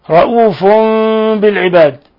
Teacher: تنوين ضم جاء بعده حرف الباء الحكم التجويدي إقلاب